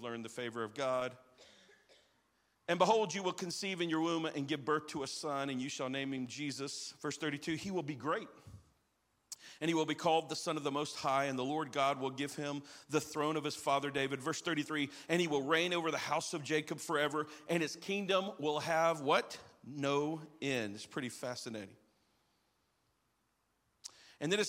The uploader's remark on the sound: live from our 10am service at our Alpharetta campus on Sunday, December 17th!